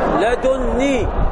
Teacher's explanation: يعني هناك إدغام بين النون بحسب نون لدن ونون الوقاية، فالنون تشدد